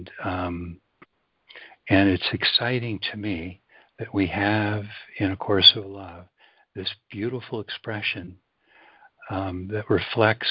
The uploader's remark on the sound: joining together on a Free Conference Call